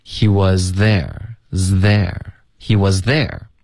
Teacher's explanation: 你发这个 z 的时候，舌尖就要开始往前，直到你碰到上齿 · Term: 连读